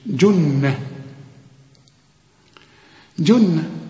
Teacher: الجيم هنا معطشة ومضمومة